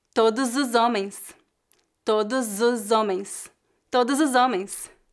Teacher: Quando uma palavra termina com a consoante S e a palavra seguinte começa com uma vogal, podemos ligar as duas palavras e a letra S deve ser pronunciada como Z